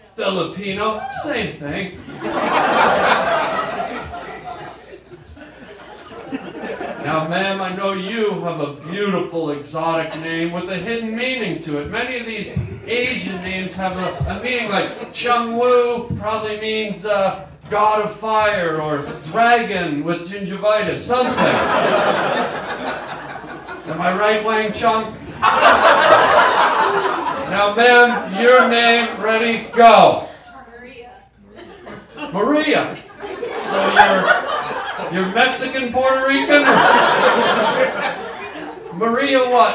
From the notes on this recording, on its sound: Live stand up comedy recorded on the Sunset Strip in Hollywood